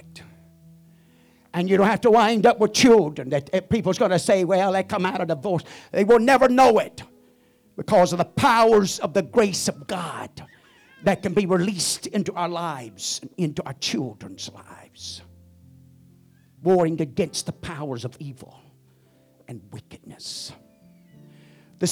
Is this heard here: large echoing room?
yes